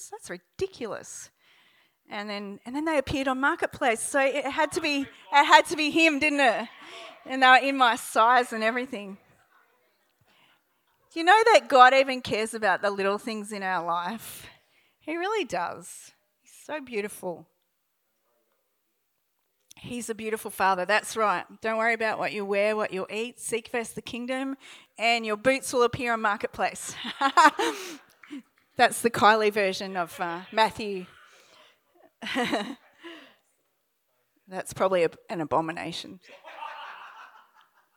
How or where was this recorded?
live audience